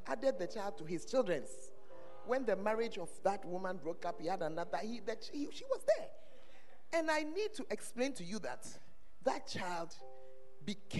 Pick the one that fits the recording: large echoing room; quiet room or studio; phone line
large echoing room